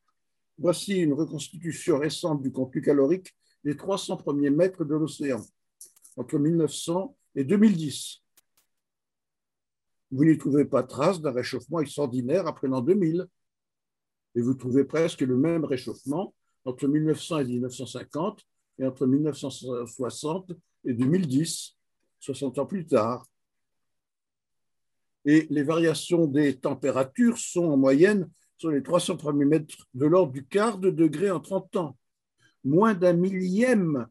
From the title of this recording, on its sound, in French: Conférence en ligne